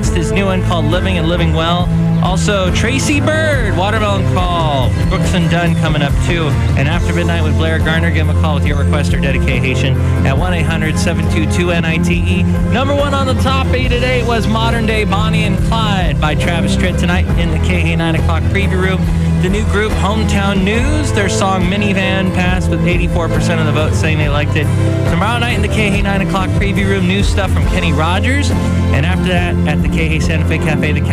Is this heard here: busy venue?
yes